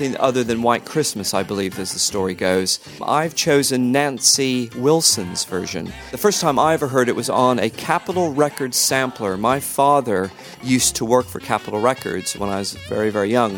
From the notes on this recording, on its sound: Xmas show from outside his local bottle shop